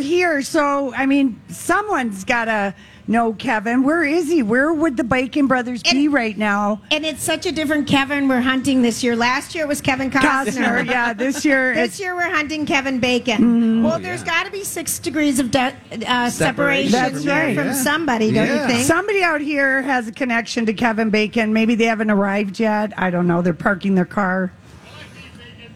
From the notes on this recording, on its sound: Day 1 at the MN State Fair. Stops by the Chanhassen Dinner Theater Stage.